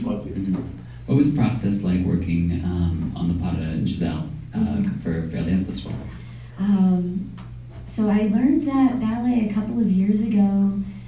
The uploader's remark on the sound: LIVE From Vail Dance Festival. Today we are bringing you a live podcast recording from the Vail Dance Festival. Unfortunately, we again had a technology glitch during this episode and are bringing you an iphone audio recording of the event. This audio is not up to our usual quality.